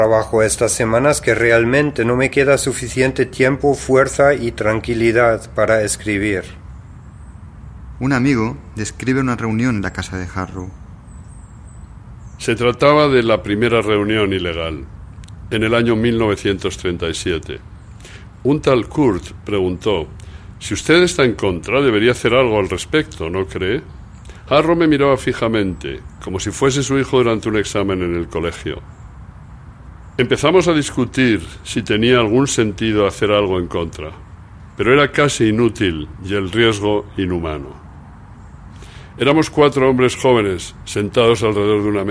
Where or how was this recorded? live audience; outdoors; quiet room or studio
outdoors